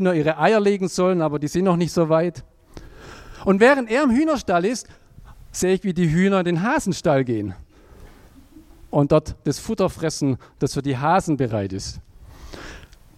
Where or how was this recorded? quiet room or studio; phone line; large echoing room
large echoing room